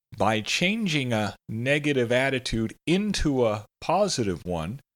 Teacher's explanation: Changing a, into a, and of your are all pairs of words that can blend together. · Term: blended words